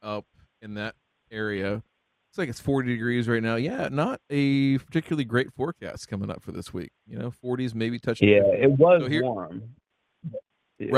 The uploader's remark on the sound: we took your calls live instead!